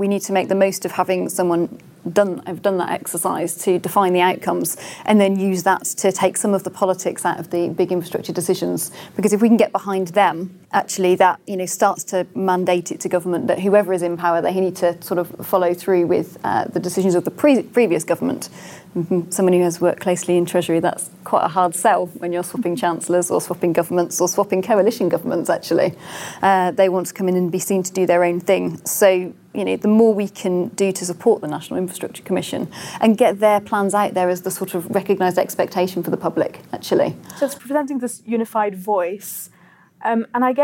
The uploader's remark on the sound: In front of a live audience.